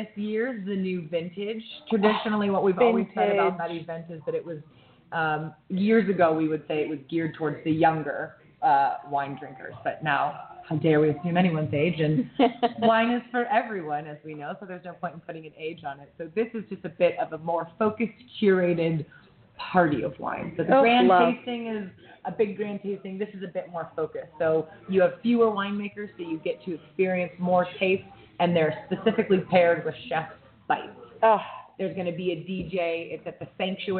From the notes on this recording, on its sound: Broadcasting live from the Warr-King Tasting room in Woodinville!